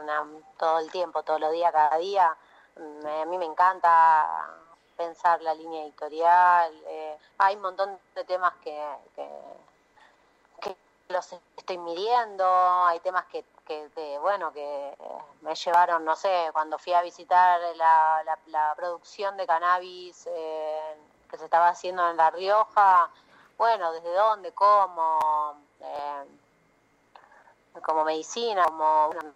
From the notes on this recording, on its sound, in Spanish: Charla Telefonica